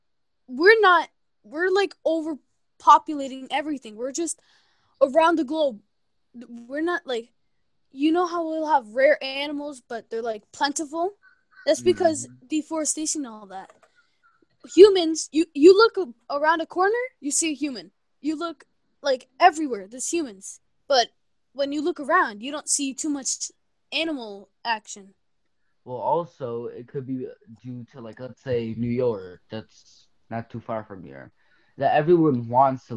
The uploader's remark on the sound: Students from East Stroudsburg Area School District's Intermediate Schools. Students used Zoom to create this podcast. This was part of the 4-week Summer AcadeME program offered by East Stroudsburg Area School District for students in grades 6-8.